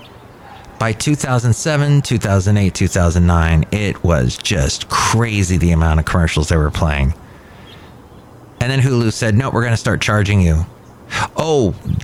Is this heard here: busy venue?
yes